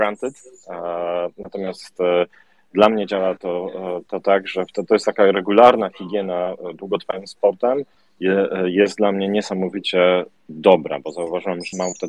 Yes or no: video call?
yes